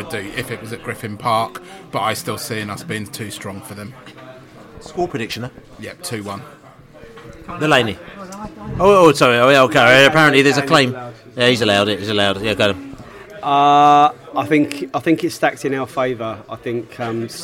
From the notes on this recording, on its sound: Reading pre-match podcast from the pub. A very lively Cross Keys pub in Stamford Brook, Hammersmith.